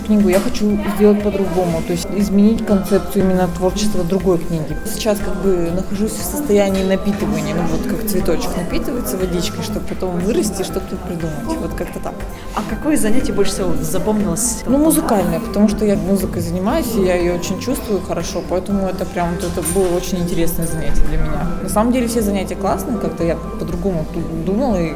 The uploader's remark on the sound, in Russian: записала подкаст прямо во время тренинга